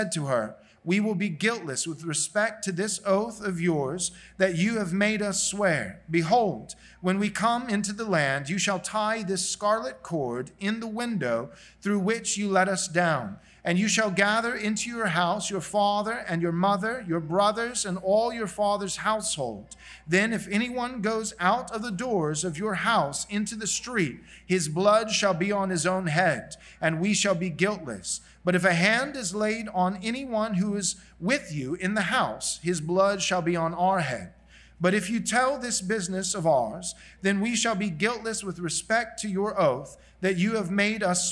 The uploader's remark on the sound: This sermon was preached at Covenant Bible Church